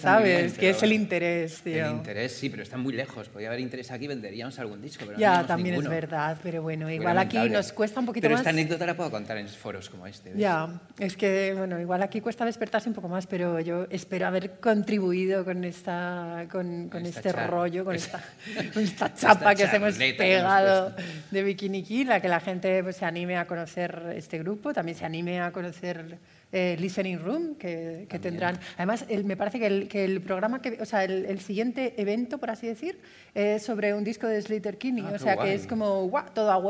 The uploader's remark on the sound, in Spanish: Grabado en vivo en las JPOD 2018 de Madrid.